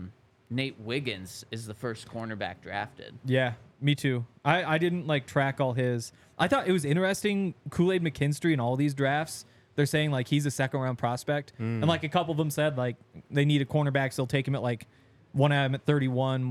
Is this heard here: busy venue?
yes